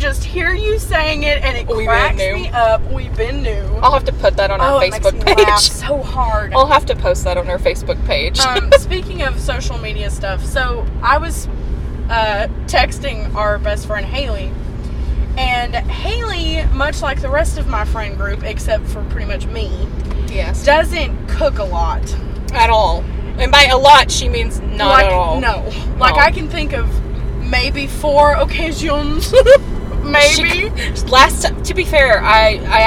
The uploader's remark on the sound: take the show on the road and give you a audio tour of some of our favorite places